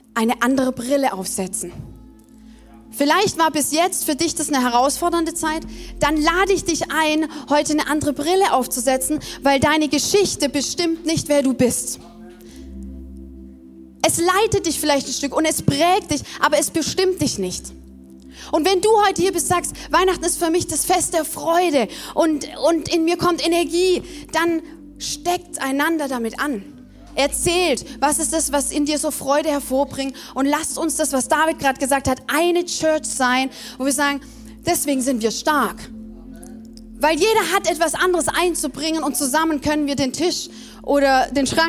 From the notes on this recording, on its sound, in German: Zeal Church Dresden. Audiomittschnitt der Predigt. Im Kurländer Palais in Dresden.